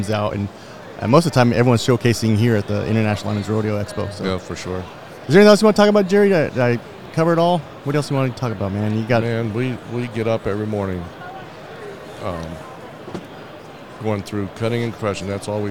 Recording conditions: live audience